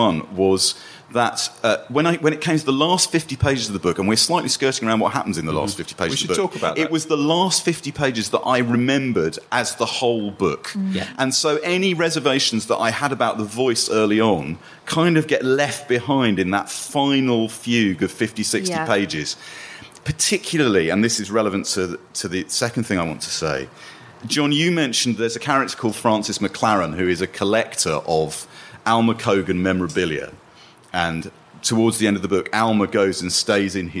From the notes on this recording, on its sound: Recorded earlier this year live at the Durham Book Festival.